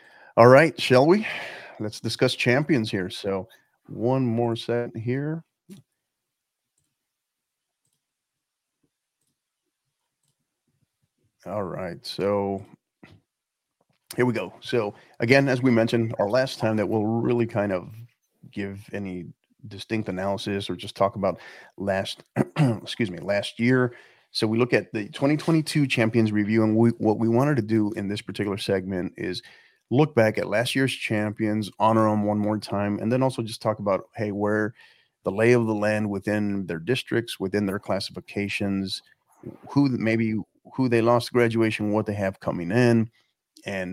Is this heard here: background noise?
no